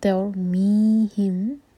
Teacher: می مد طبعی ہے، دو حرکا کھینچنا ہوگا. تیور می ہم، ہم کا میم ہے اس کے بعد ہے با، تو یہاں پر ہمیں کرنا ہوگا اخفاء شفوی.